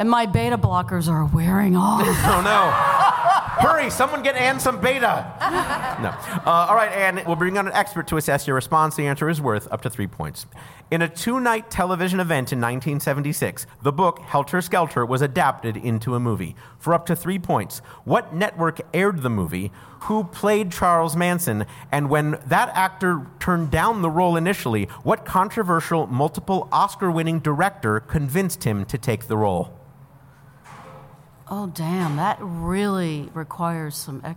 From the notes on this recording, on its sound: it’s another LIVE edition of Go Fact Yourself!